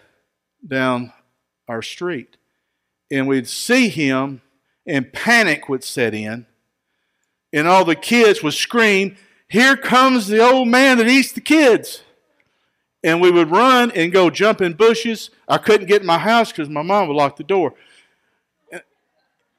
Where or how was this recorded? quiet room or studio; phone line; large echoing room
large echoing room